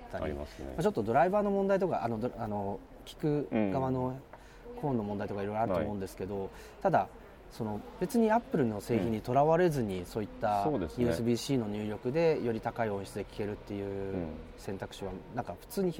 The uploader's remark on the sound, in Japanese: Appleイベント2日目、昼下がりのApple Park Visitor Center屋上で。